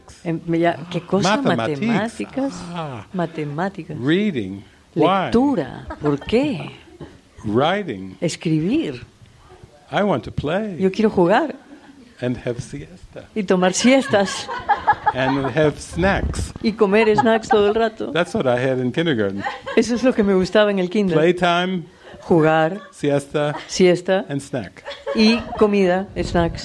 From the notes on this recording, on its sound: This is a recording of the movie session from the "Heart of Love" retreat with Spanish translation. Recorded March 17, 2020, at Living Miracles Mexico Center in Chapala, Mexico.